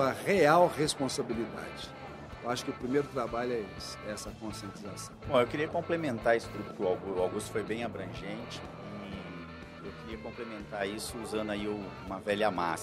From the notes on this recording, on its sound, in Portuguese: Este é mais um episódio do Dirigindo Vendas que foi gravado diretamente do 30° Congresso Expo Fenabrave, no estande da Auto Arremate e Linx.